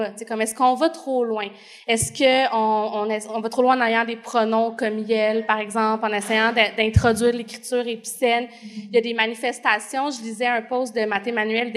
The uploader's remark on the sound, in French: Live devant public. Enregistré en «live» devant public de notre évènement de la semaine dernière à Québec.